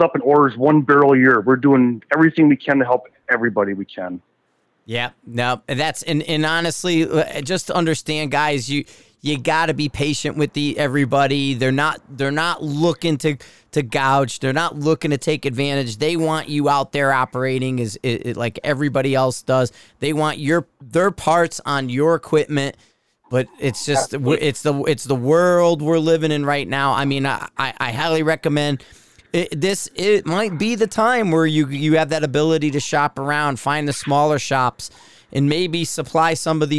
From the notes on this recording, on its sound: on the phone